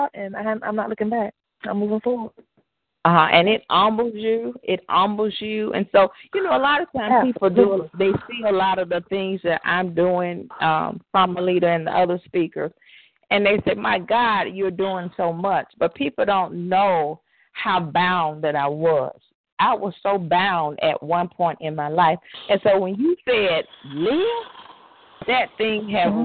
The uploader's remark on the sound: CWBN Annual 4th Teleconference.